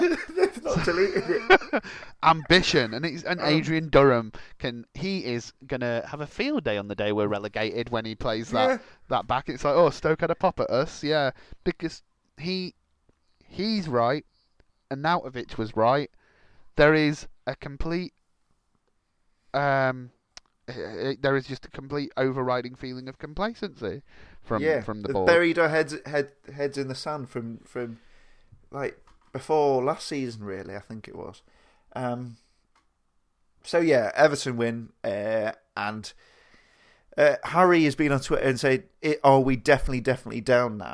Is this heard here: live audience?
no